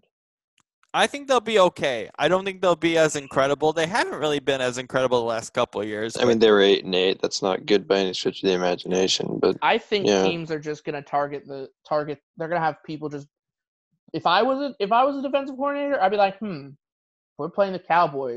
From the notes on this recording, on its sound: are on Zoom